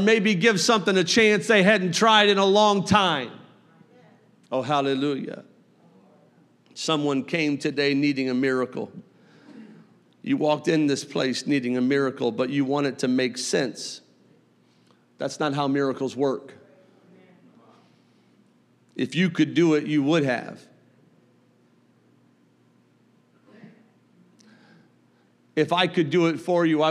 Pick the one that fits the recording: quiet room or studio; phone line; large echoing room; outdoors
large echoing room